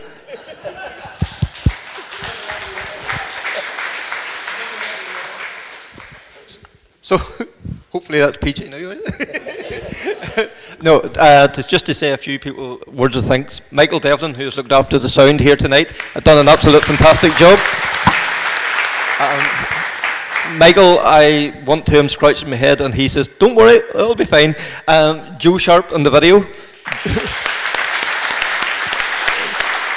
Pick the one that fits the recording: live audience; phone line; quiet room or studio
live audience